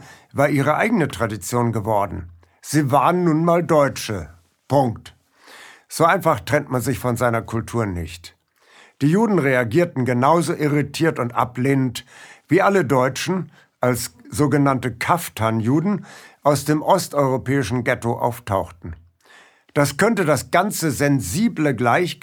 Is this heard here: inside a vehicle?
no